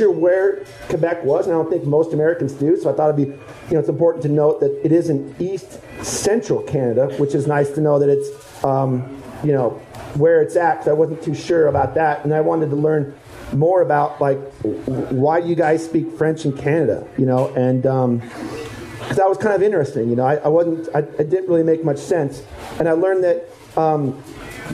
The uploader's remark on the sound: I fight the sound of the clinking coffee cups and the hiss of the espresso machine to bring you a Live Enormocast from Bonfire Coffee in Carbondale. The winds of 5Point Film Festival brought my three guests to town.